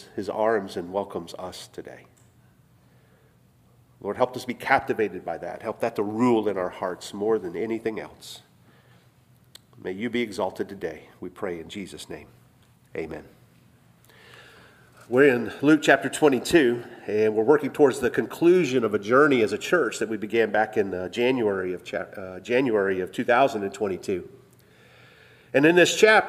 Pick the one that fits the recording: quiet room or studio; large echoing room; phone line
large echoing room